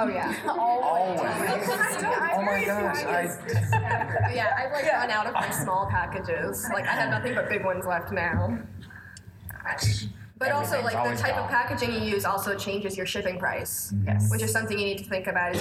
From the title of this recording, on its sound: PAX Unplugged Panel